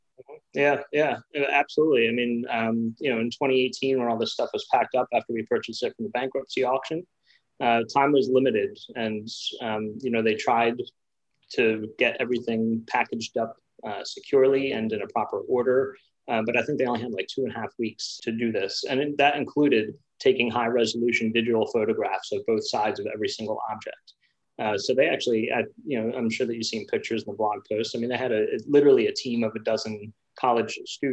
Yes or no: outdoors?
no